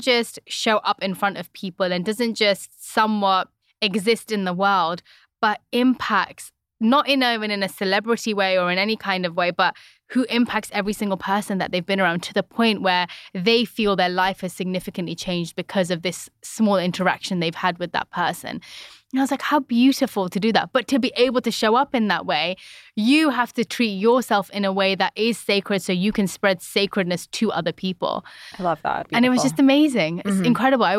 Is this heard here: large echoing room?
no